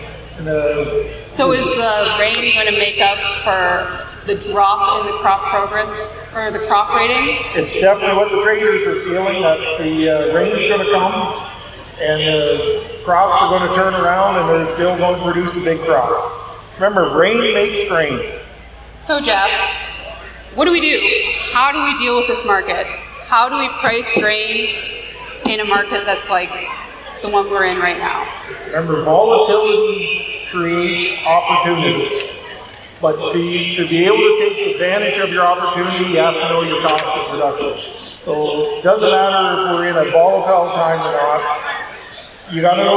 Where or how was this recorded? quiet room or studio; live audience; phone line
live audience